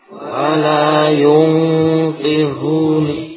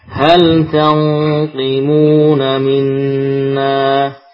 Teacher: jadi yang lebih tepat demikian menebalkan huruf nun yang disamarkan di sisi qaf walaupun qafnya itu kasrah · Term: hukum ikhfa